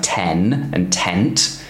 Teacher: that N has to be pronounced, and the vowel doesn't have the same nasalized quality as it does in French